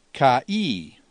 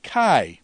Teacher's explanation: the alpha iota is a sneaky little diphthong, two vowels making one sound · Shown in: second take